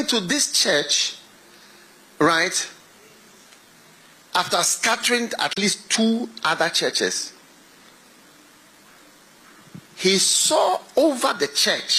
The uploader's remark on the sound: Preached at the FLOW Church Service.